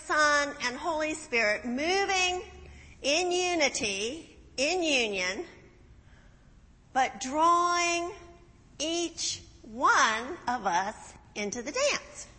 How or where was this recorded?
large echoing room